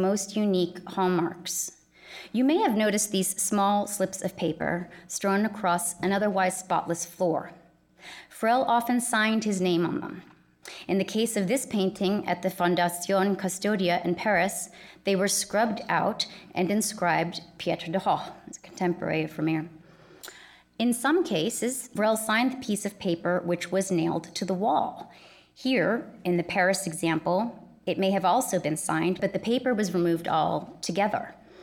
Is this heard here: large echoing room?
yes